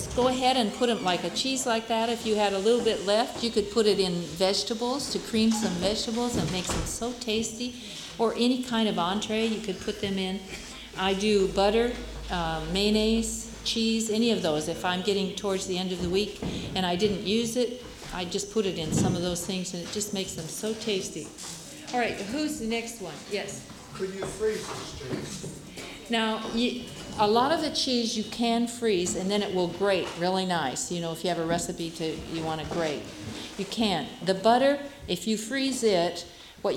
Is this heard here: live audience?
yes